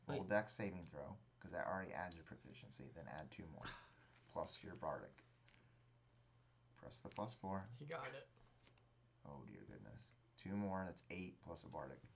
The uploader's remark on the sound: Our software had an error and this episode wasn&#8217;t recording correctly. Our software had an error and this episode wasn’t recording correctly. This is what we could get from the corrupt files.